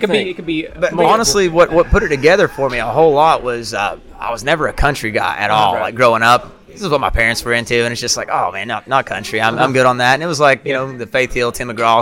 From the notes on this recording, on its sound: This week we recorded a special episode at the HeART of WV launch party in Williamson, WV.